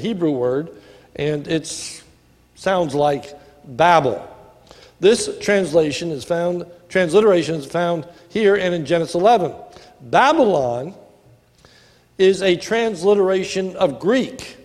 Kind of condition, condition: setting, large echoing room